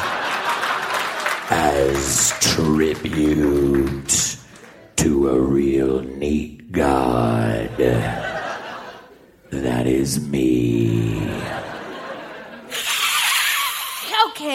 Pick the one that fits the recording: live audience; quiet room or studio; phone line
live audience